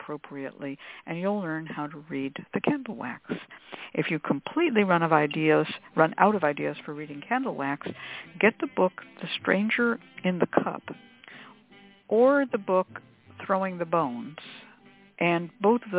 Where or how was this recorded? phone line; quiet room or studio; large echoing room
phone line